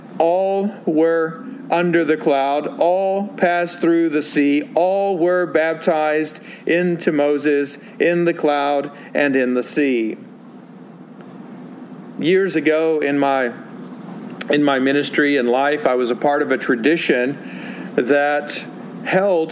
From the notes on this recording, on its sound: Sermon delivered at Westminster Presbyterian Church in Greenville, Texas